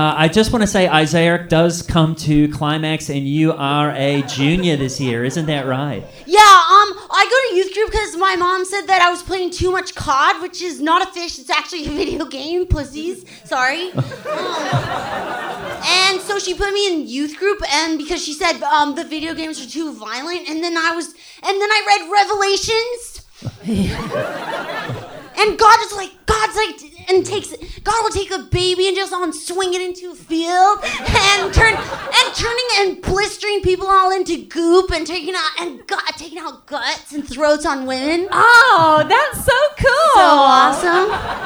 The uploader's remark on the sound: Live from Dynasty Typewriter, Los Angeles